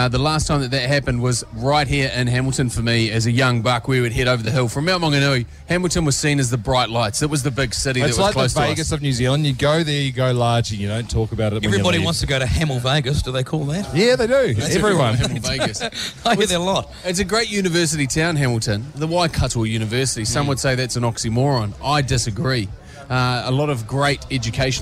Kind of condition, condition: setting, busy venue